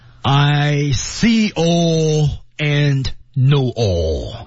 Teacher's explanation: all 这个音，尾音的时候舌尖点上颚，同时口型要注意是口型是圆的向前，就像一个什么呀，像一个茶壶一样把嘴撅出来。OK，那么大家一起来读一遍啊。